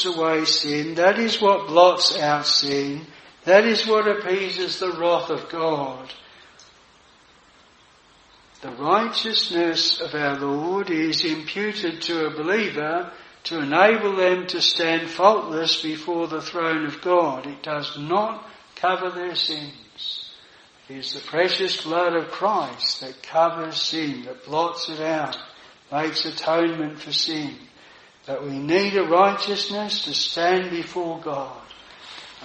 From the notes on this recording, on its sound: This sermon was preached at Jireh Chapel Tenterden